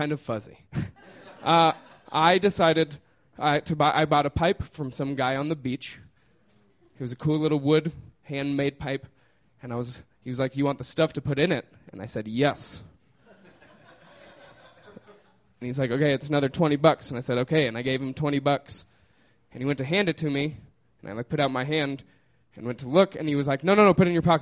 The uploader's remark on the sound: These stories were recorded by our good friends at The Denver Diatribe at Deer Pile on May 16, 2013.